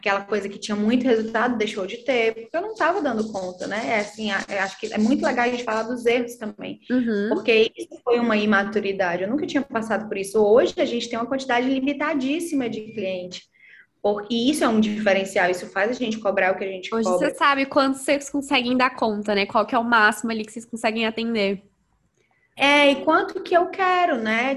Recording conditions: video call